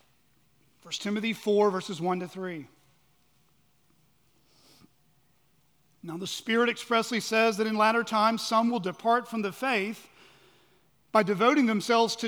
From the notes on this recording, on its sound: At Chaffee Crossing Baptist Church in Barling, AR.